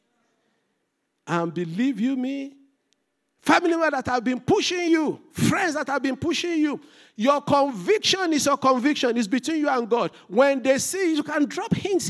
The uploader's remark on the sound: This Sunday Service message. Fountain of Love, RCCG Aberdeen, UK.